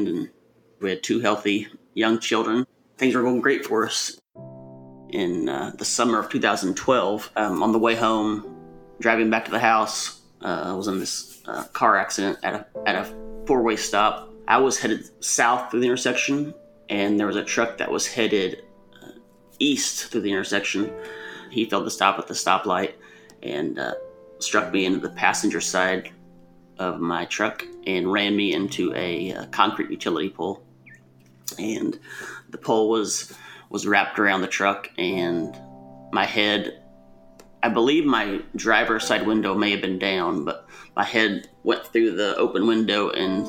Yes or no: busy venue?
no